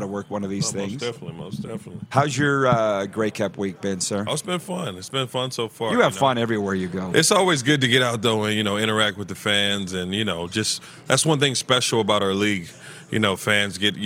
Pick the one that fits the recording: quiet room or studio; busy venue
busy venue